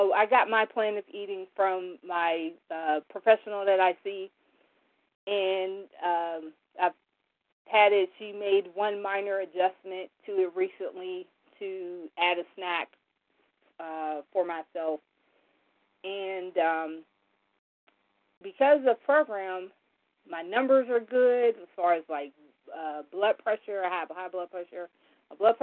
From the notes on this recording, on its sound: From the 100 Pounders Phone Meeting.